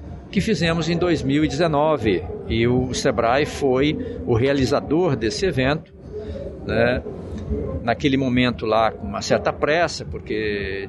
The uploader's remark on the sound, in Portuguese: Episódio gravado no evento "SEBRAE/ESX - ESPÍRITO SANTO INNOVATION EXPERIENCE".